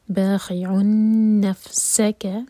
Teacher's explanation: باخعن نفسک، سین پر وسل والا ساؤنڈ